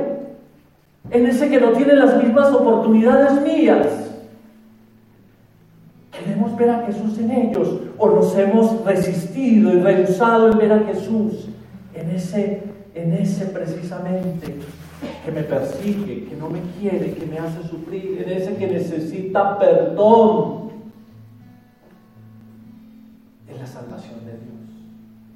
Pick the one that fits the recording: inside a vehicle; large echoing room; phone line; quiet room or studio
large echoing room